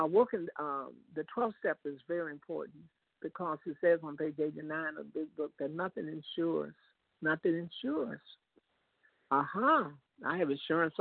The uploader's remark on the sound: 100 Pounders Phone Meeting.